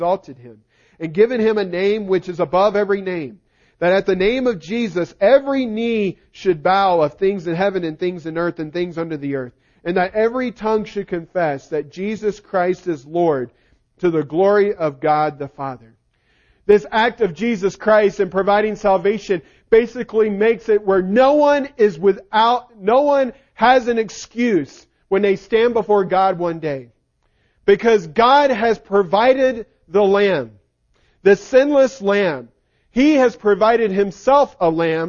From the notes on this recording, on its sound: Recording of the sermon